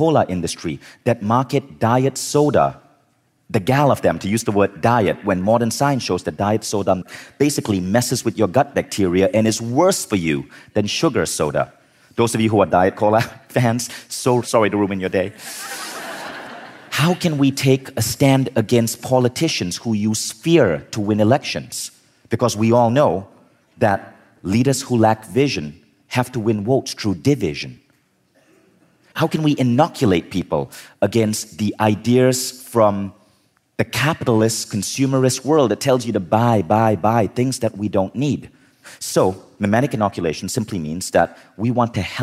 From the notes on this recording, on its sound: In this talk from Mindvalley Live Los Angeles